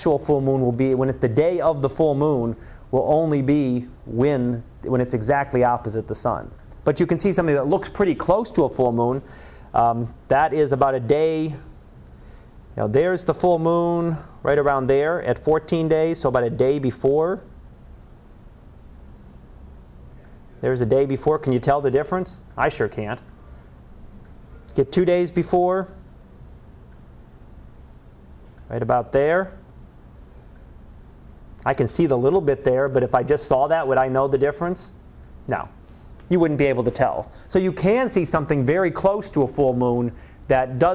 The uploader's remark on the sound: Live Class Lecture